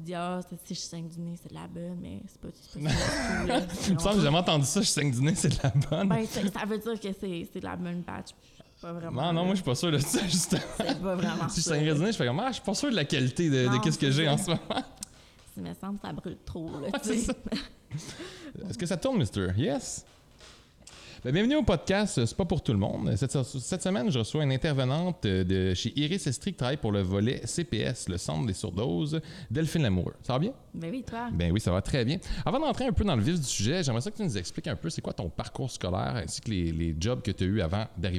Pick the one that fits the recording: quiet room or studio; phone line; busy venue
busy venue